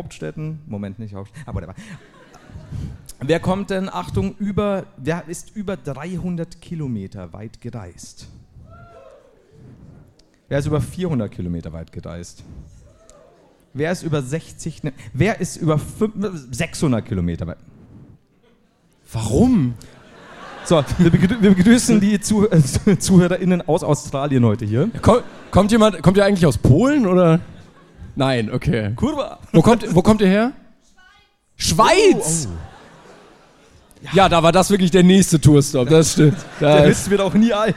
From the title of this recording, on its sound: LIVE in Leipzig